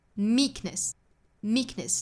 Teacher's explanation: 在读到 k 的发音的时候声音是非常轻弱的